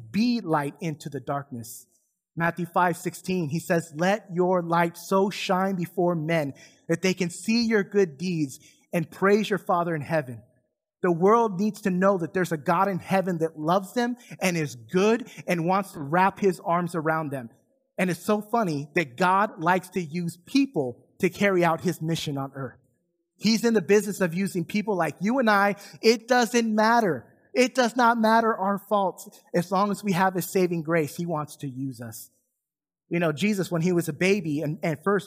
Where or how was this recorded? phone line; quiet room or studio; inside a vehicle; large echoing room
large echoing room